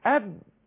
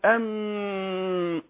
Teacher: اذا الفرق واضح جدا، اللسان ملهوش دعوه، الاثنين فيهم هزه في الاوتار الصوتيه، الاثنين فيهم وضوح، فيهم جهر · الفرق بين الباء والميم ان النفس هنا هيحصل له انفجار في الباء، انما هنا في حرف الميم هيحصل له انه هيرجع للتجويف الانفي